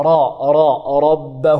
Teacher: إن ربه الراء مفخمة لأنها مفتوحة راء راء ربه والباء مرقة ربه والباء بباءين مشدد بحرفين الأول